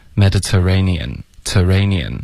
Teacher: 英式的口音可能这方面还更简单就发 t ray 所以这个 ter 的这个儿化音就给省了